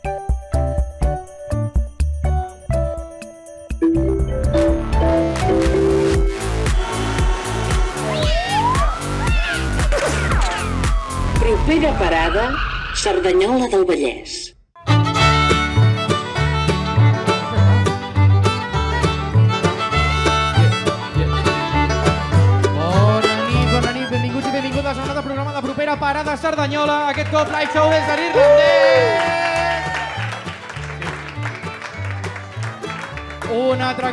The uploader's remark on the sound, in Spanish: LIVE en THE 1916 IRISH PUB